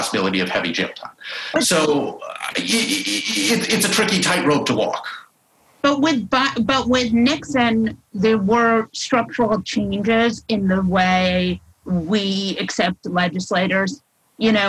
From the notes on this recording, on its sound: In this bonus episode of The New Abnormal , which happened LIVE on Zoom.